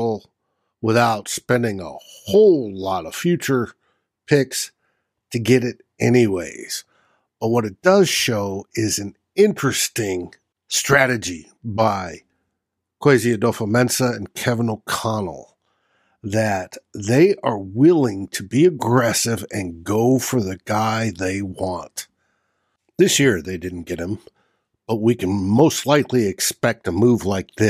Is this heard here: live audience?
no